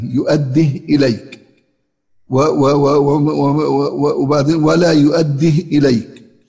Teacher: قرأ بإسكان الهاء في يؤدي